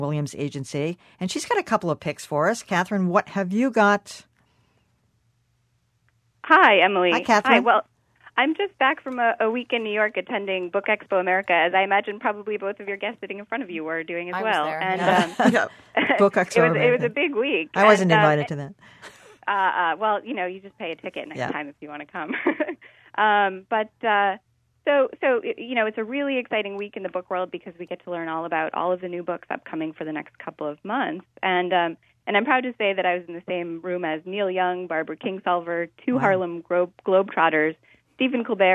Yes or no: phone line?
yes